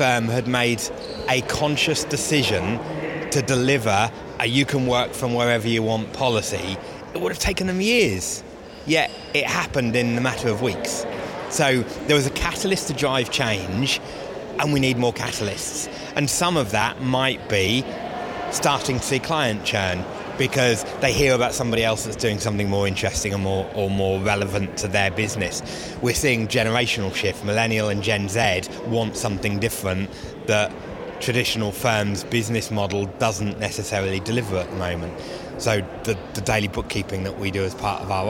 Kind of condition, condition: setting, busy venue